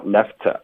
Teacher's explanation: left 的这个 t 的音跟 to 的 t 的音有点重复了，所以我们就省一个